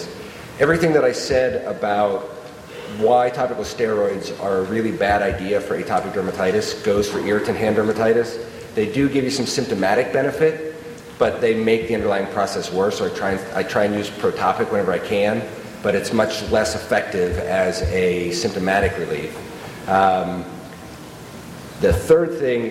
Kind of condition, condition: setting, live audience